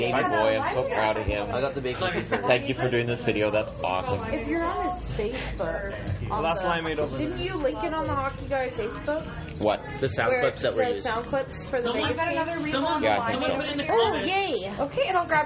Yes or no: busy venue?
yes